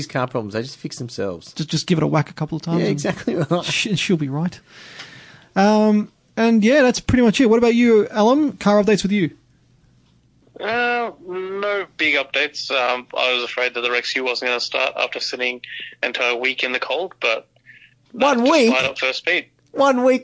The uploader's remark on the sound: Via Phone link